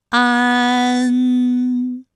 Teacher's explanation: 吗？对了，园的韵母是乌安，它就是前鼻韵母。正是后鼻韵母，嗯，之嗯，正。同样啊，还有前鼻韵母的有扩建的建，积案建，它的前鼻韵母是一安。自然的然，前鼻韵母安。好，那么关于带安的前鼻韵母啊，我们再放到一起对照，再来看一看它们的发音要领。首先，安发音的时候呢，起点元音是前低不圆唇元音啊，舌尖抵住下齿背，舌位降到最低，软腭上升，关闭鼻腔通路啊。那我们从前啊开始，舌面升高，舌面的前部抵住硬腭的前部，当两者将要接触的时候，软腭下降，打开鼻腔通路，紧接着舌面前部与硬腭的前部闭合，使在口腔受到阻碍的气流从鼻腔里透出，口型由开到合，舌位移动比较大